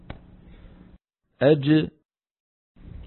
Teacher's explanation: نعود الى القلقلة. اج، انظر انظر الى الجيم كيف ان اللسان يصعد فيقرع مخرجها، ودون ان يعني يكون هناك عمل لا للفك ولا للشفتين